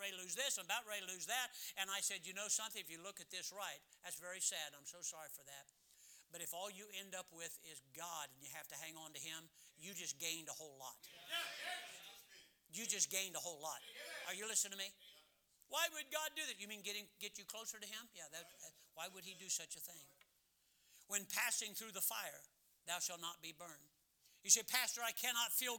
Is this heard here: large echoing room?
yes